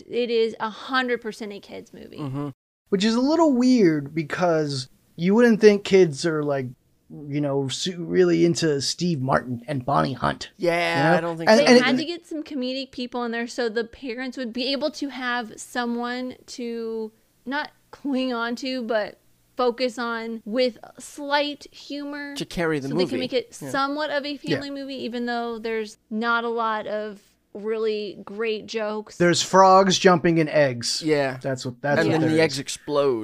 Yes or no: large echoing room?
no